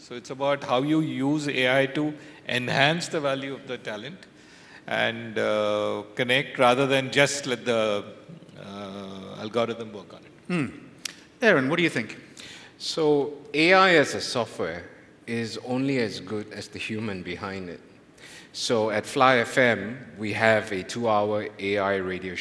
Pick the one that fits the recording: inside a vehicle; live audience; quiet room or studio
live audience